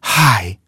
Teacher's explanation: Произносишь его нежно, с придыханием, как будто ты бежал, запыхался и выдохнул.